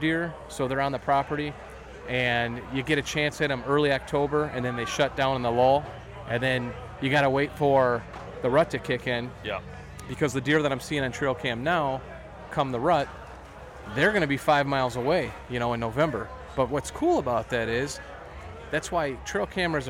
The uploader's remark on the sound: LIVE From Woods N Water Outdoor Weekend Show. Part 2 of the woods N water Outdoors weekend in Imlay City Michigan comes LIVE. The guys broadcast live from the weekend event.